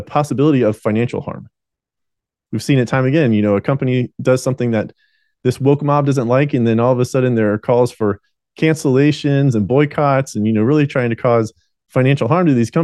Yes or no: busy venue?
no